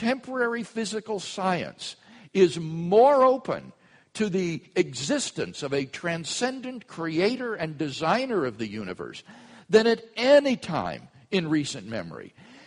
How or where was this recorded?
large echoing room